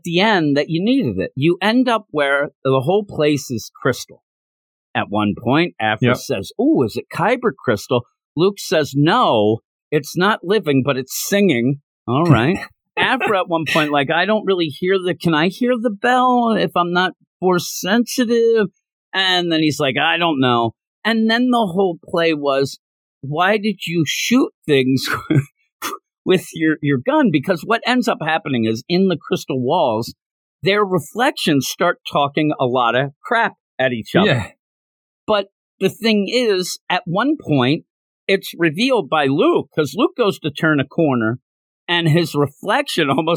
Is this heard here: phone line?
no